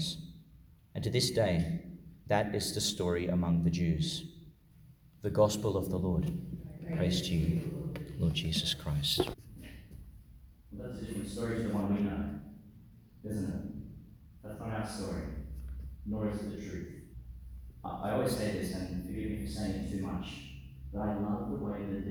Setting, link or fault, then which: setting, large echoing room